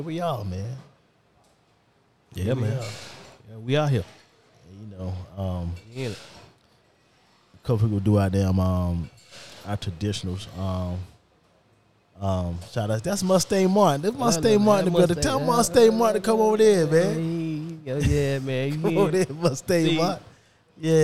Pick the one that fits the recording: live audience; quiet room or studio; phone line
live audience